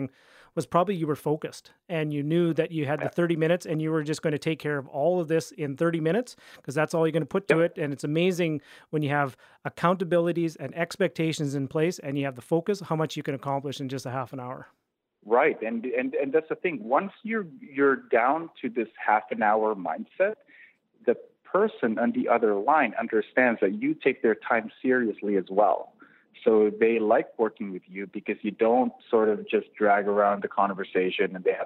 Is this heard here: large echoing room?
no